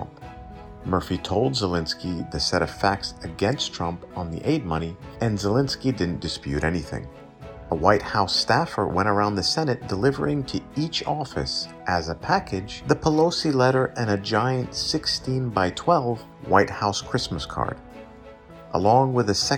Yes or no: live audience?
no